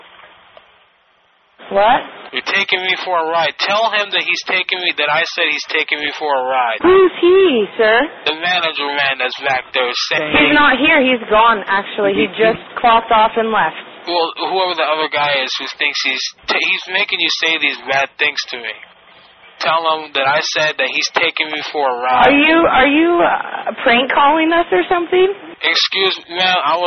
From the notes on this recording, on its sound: Prank Phone Calls